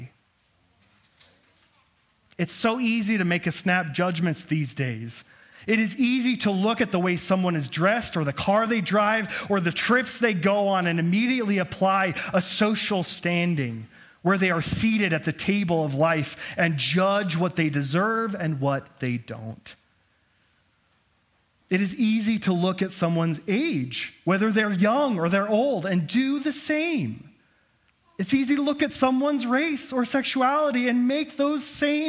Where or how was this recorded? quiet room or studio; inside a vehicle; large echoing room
large echoing room